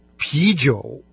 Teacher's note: Пиво по-китайски «пи-джоу». Первая часть этого слова – она произносится со вторым тоном